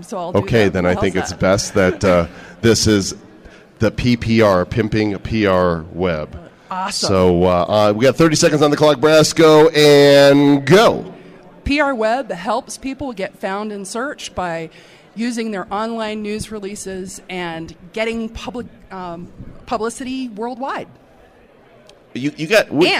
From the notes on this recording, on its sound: Live From AffCon 2010. Talks with attendees live on the convention floor.